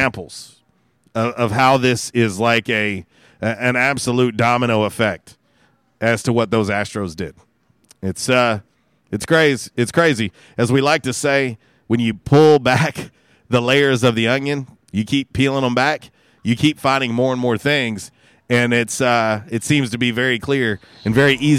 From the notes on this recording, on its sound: Was a “Women Rock Wednesday” LIVE from YesDogGrill!